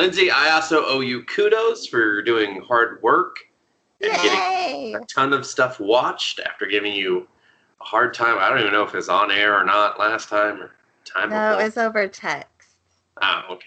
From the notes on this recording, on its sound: Due to a settings issue my mic sounds like horse shit yet again. This is going to be another shakey episode in terms of audio quality.